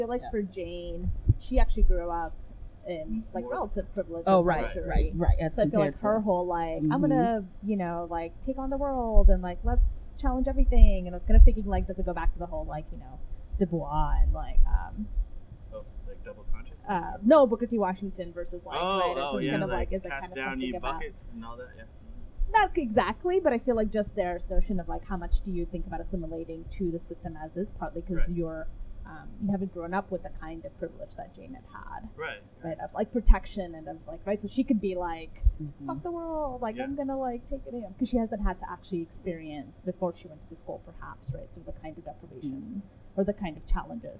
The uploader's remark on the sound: It is our first episode at Cahoots Coffee Bar in St. Paul and we're outside, so you, our loyal listeners get to hear us dodge planes, ambulances, and window air conditioners.